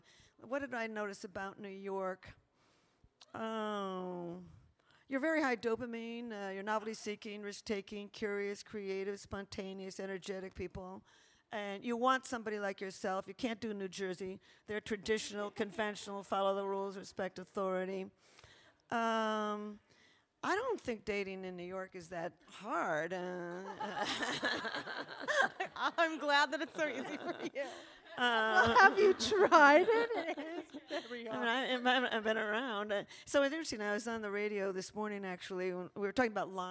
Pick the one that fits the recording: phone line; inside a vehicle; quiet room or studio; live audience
live audience